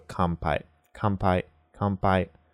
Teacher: You want to have your lips closed. Your lips kind of automatically close in preparation for the pi sound. So it comes out as an M sound because your lips are closing and you're vibrating your throat.